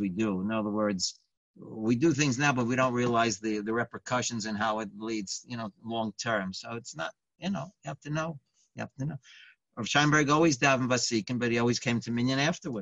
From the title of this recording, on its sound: Live On Zoom